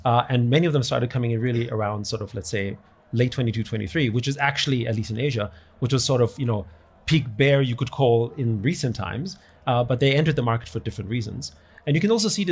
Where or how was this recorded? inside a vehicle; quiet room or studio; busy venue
busy venue